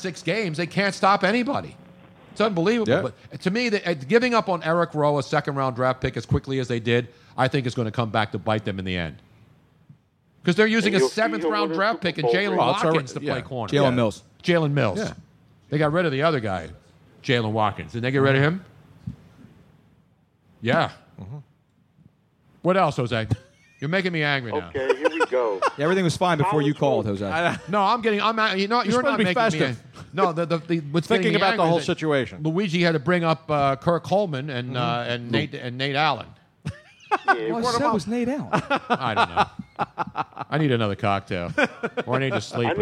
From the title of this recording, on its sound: Live from MOONSHINE